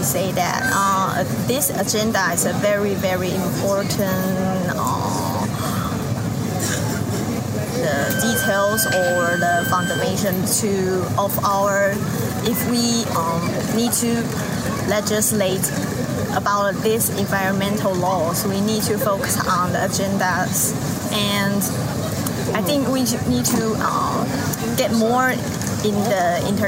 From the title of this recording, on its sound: Live from COP28